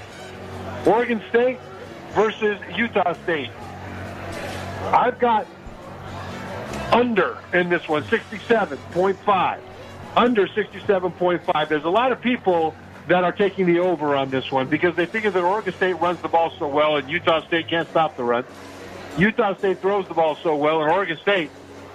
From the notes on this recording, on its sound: Live from The Cosmopolitan of Las Vegas